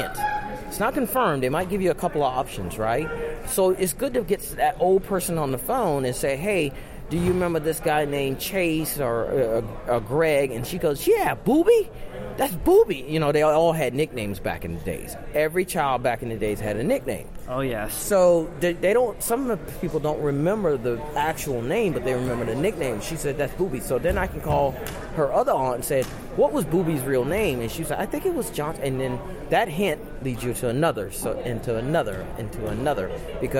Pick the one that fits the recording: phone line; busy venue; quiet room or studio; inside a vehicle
busy venue